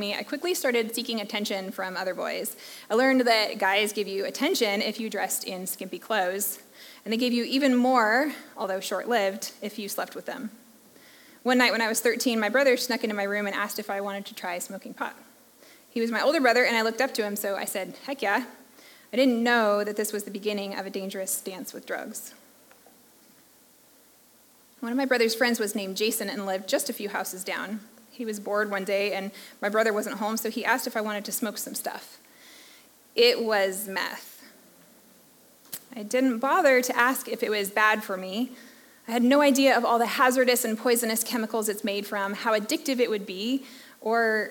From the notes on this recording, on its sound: recording from the live Story Night event on October 12th, 2023